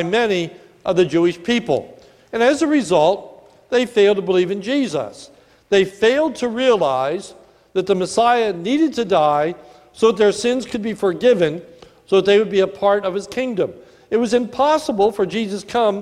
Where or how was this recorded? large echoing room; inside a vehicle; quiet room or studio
large echoing room